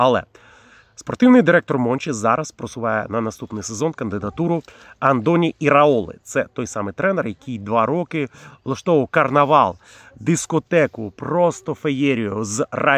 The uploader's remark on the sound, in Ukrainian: Цього разу він записує свій влог не з комфортної студії, а з джунглів Чернігівщини, де проходить службу у Збройних силах України.